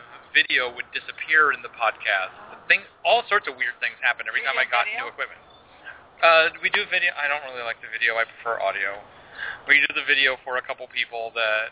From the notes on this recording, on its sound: LIVE from LepreCon 2014 - Panel on Podcasting. You can actually listen to the show while it is being recorded at the convention. There will be two other podcasters and their shows all dueling for your listening ple-as-ure.